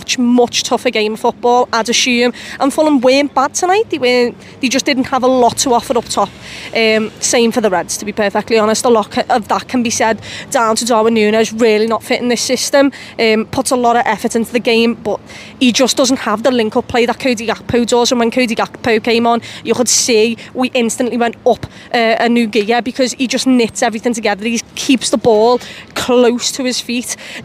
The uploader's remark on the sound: outside Anfield